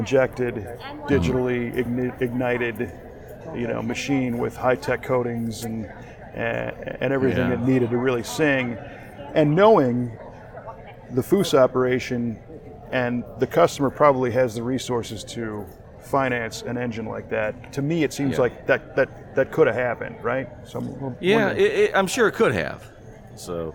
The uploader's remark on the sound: This was recorded in the Grand Lobby of the Las Vegas Convention Center a couple days before show opening. Chat before the opening of the 2019 SEMA Show in Las Vegas. Yes, people asked him where the restroom is.